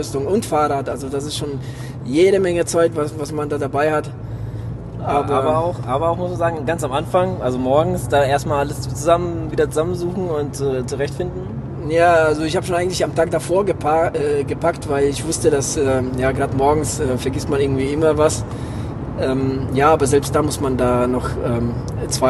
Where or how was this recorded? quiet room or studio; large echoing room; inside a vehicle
inside a vehicle